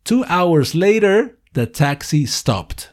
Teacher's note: Noten también como later, el sonido es como una D.